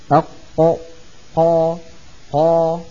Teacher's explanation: لو شبهت يدي هذه باللسان، أقصى اللسان مخرج القاف، أق هذا مخرج القاف من أقصى اللسان مع ما يحازيه من غار الحناك الأعلى. والقاف أي مخرجها أقصى اللسان أي آخره مما يلي الحلق، يعني من أقرب منطقة إلى الحلق.